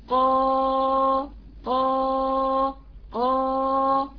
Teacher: تباعد بين الاوتار الصوتية، تفتح الوتر الصوتي عشان حرف المد يطلع، طبعا من غير هزهزة ومن غير تموج زي ما احنا اتفقنا. · Term: صفة الجهر